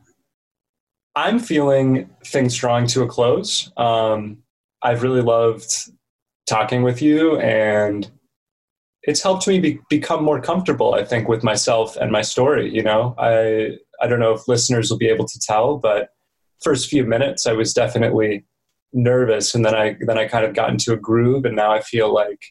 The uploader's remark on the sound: This is because the conversation was conducted on Zoom.